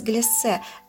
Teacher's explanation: Однако произносим мы все-таки с долгим «с»